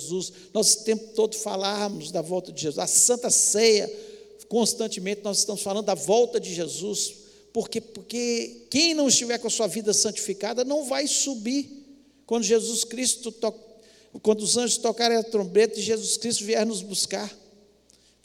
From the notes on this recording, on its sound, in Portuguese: Transmissão ao vivo do Culto de Adoração ao nosso Deus, realizado na Igreja Batista Moriá.